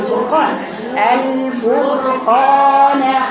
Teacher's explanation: الراء هنا الساكنه ارجعي شويه في الساكن عشان ما يبقاش فيها اشمام تاثرا بالضمه في الفاء